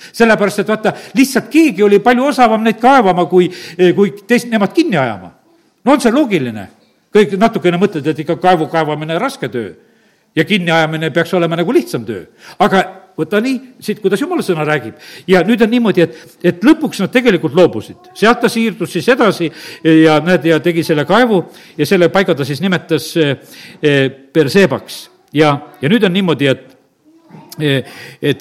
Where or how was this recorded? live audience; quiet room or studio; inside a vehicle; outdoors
live audience